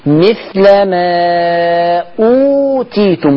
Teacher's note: مثل ما أوتيتم مد بدل أوتيتم حركتين